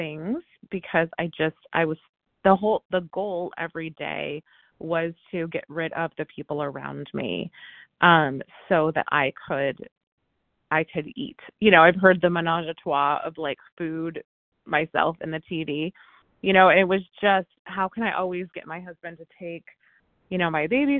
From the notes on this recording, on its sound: from the 100 Pounders Phone Meeting